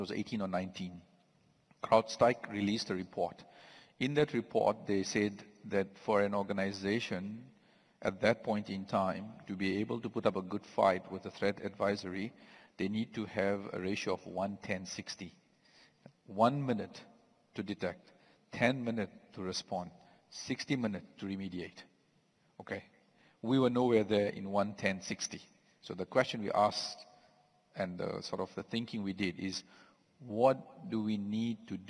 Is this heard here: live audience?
yes